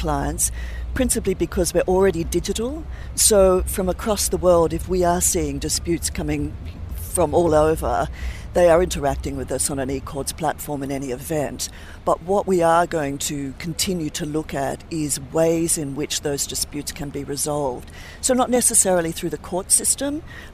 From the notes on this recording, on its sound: We’re on the road again this week - broadcasting LIVE from the Abu Dhabi Finance Week.